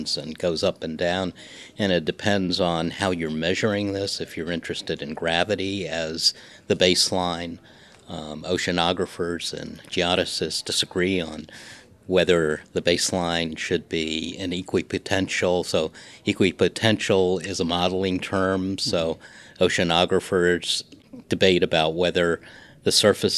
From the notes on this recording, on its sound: recorded at the Society for the Social Studies of Science 2019 conference in New Orleans